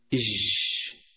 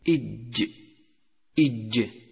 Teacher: يجب عدم همس حرف الجيم، وذلك بحبس النفس حتى لا تصير شينا أو ممزوجة بالشين · Shown in: second take · فلا تقل إج ولكن إج إج.